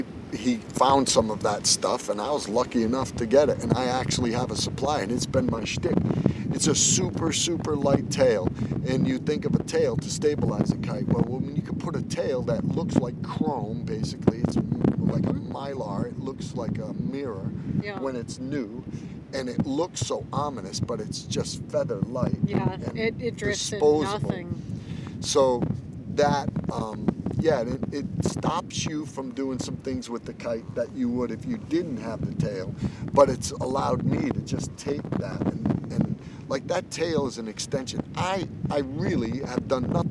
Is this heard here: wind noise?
yes